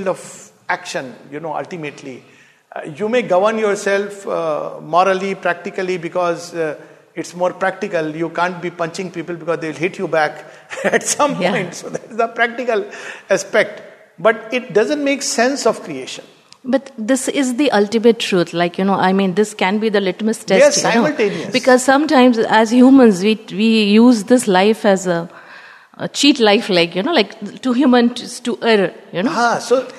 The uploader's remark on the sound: This talk delivered at Savitri Bhavan.